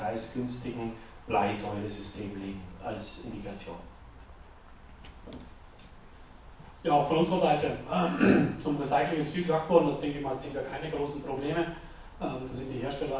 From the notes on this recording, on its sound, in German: StorageDay in Berlin einige Stimmen vom Veranstalter und von den Referenten aufgenommen